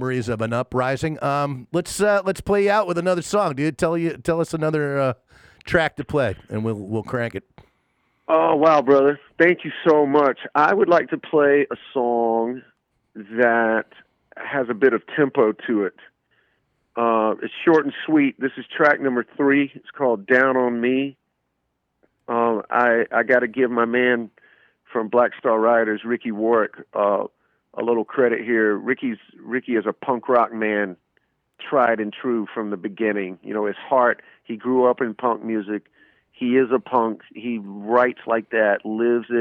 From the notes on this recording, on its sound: to call in and give an exclusive interview!